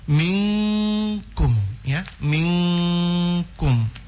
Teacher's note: Jadi nun sukun ini jangan kedengaran jelas min, tapi langsung disamarkan nunnya ke ng ya, ke ng, minkum ya, minkum. · Term: ikhfa